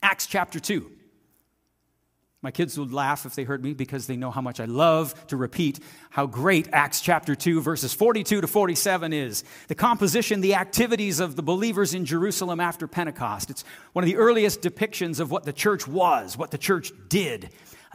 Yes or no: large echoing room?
yes